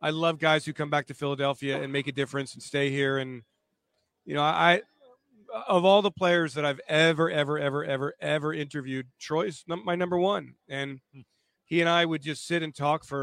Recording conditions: busy venue